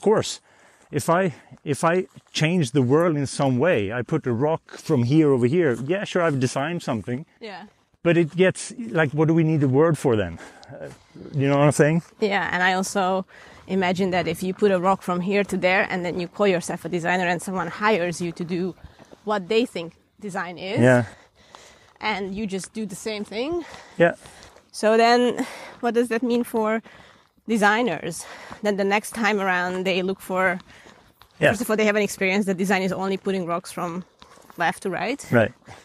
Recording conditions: outdoors